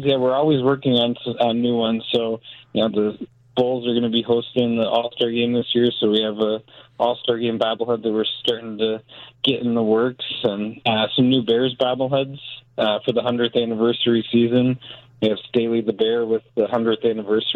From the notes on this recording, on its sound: Joins the conversation over the phone.